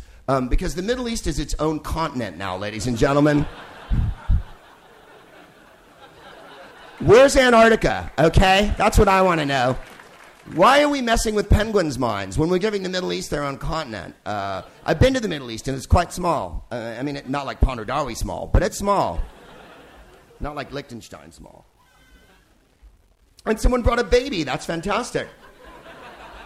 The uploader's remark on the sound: Live from the Hay Festival in Wales